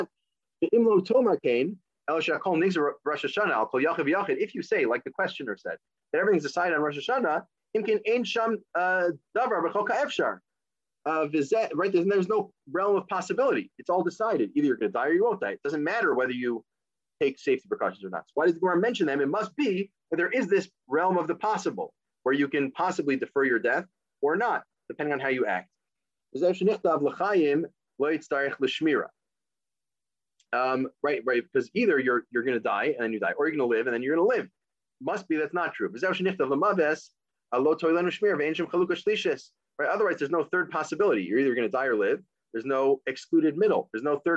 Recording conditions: video call